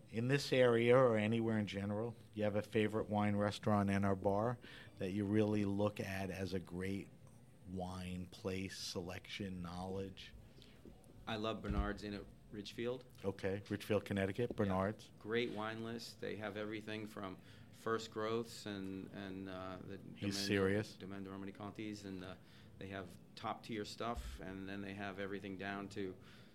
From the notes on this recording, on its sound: This episode of HRN On Tour was recorded at the Global Wine Dinner at Washington Prime as part of Norwalk Now’s CRUSH.